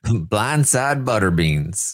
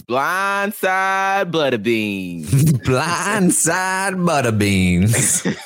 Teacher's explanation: You want like a little bit more of a less rhotic R in the Mississippi. · Shown in: second take